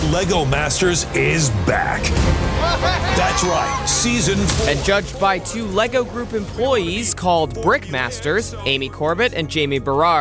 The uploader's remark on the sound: LIVE from American Family Field